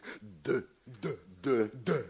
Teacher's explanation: úgy képezik, hogy a nyelvhegyét a felső fogsor belső hegyéhez érintjük. D, d, d, d. · Term: D-hangot